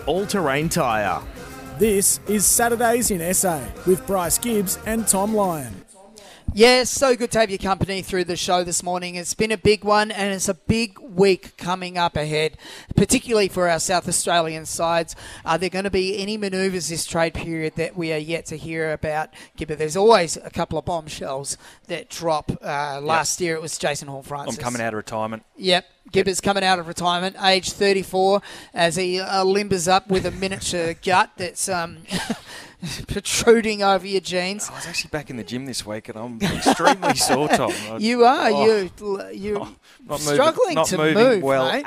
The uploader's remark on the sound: on location at Harbourtown this morning, doing an OB for Solitaire Automotive